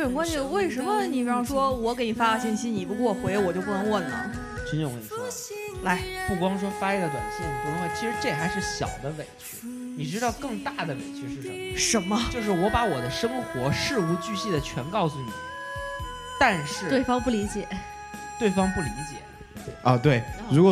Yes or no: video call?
no